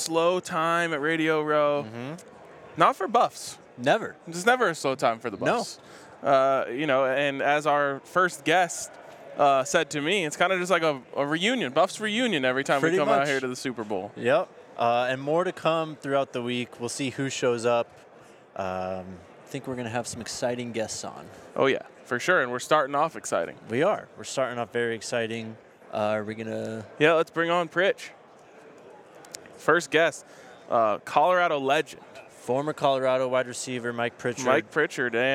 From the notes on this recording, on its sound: live from Las Vegas at Super Bowl LVIII Radio Row